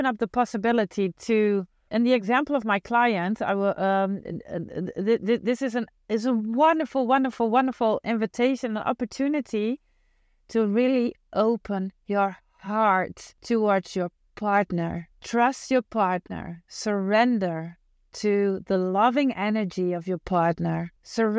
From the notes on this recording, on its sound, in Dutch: de audio die ik onlangs spontaan en in het Engels opnam tijdens een autoritje